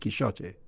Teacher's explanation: And even in Spanish, in the Spanish of the time of Cervantes, the X would have been pronounced as a sh, not as a h. You know, so Cervantes himself would probably have said Quixote. · Term: sh pronunciation